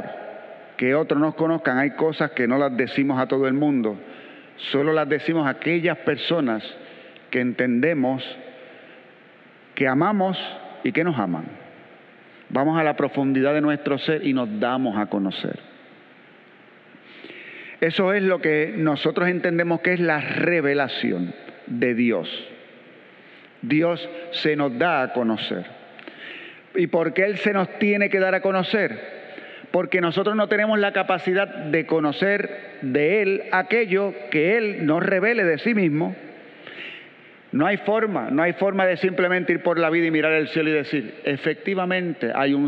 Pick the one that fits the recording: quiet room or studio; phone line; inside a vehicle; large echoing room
large echoing room